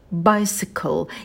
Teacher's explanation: В слове bicycle у нас дифтонг I, челюсть опускаем вниз, язык немного оттягиваем назад. Bicycle. И на к добавляем придыхание.